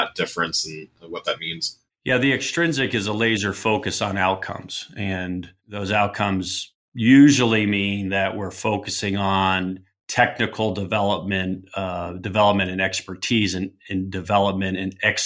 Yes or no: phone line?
no